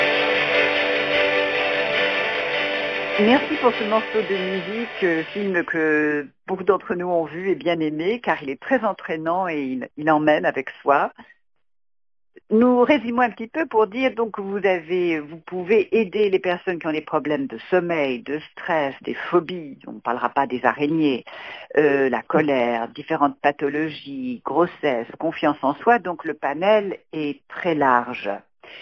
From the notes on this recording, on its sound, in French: L'enregistrement de l'Interview s'est fait au téléphone, c'est pour cette raison que la qualité audio n'est pas optimale mais toutes les informations sont là... Ma voix est un peu tremblotante car j'étais un peu stressée pour ce premier passage radio.